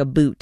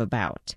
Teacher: this thing called Canadian raising, which is basically where you say things like a boot instead of about · Shown in: first take